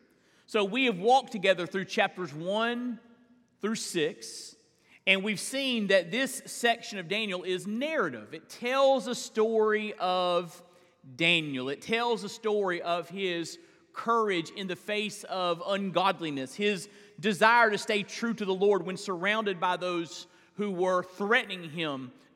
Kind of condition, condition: setting, large echoing room